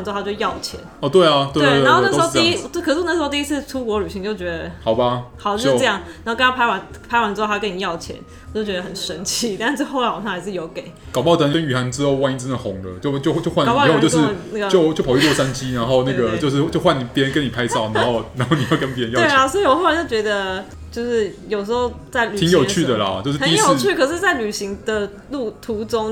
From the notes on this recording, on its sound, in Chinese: 錄音地點：Kafemera - 卡菲米朗坊